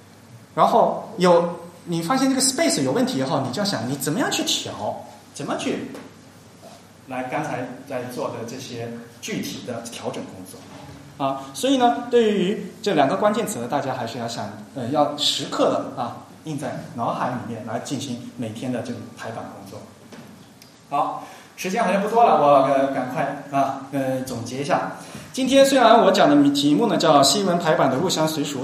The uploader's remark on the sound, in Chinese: 沙龙在上海同济大学设计创意学院举办。今日播出现场录音，以飨未能到场的听众。